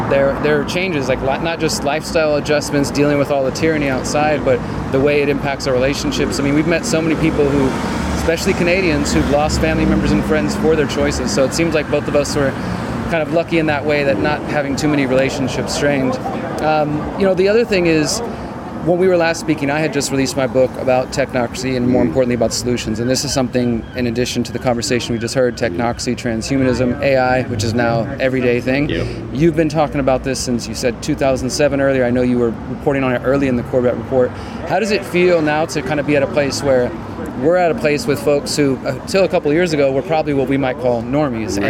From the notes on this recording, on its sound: At the 2nd Better Way Conference in Bath, UK.